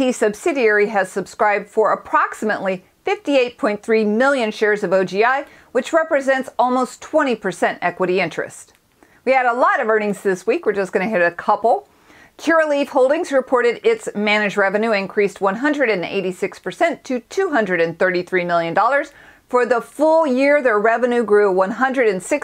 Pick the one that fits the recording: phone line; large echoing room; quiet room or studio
quiet room or studio